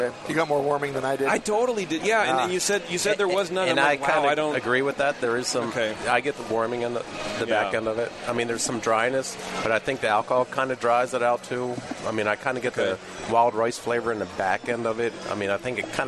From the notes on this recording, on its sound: Live from HomebrewCon 2017